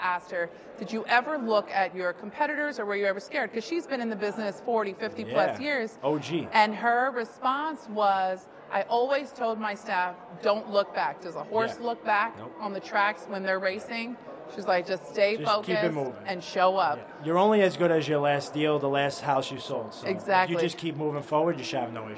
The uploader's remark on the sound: at the 2023 Staten Island Board Of Realtors Expo hosted at the lovely Hilton Garden Inn